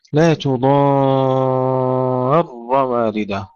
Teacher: المد المشبع 6 حركات، المد اللازم ثم دفع الألف حتى نشدد الراء جيدا